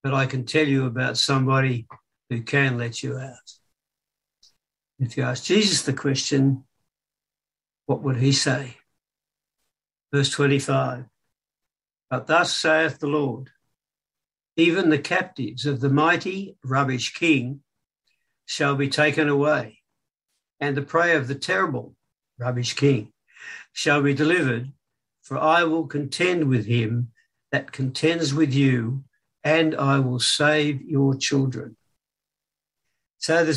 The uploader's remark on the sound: Talk 1 from Wednesday United zoom meeting on 20 October 2021